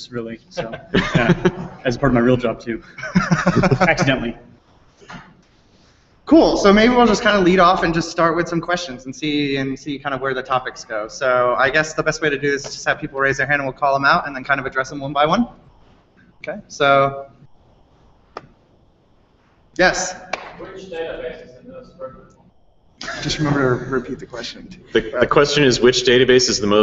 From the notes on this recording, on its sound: Recorded live at Strangeloop 2013.